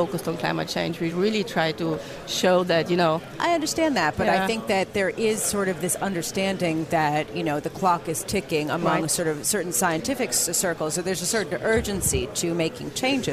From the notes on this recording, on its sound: Live from the 2017 Future of Energy Summit.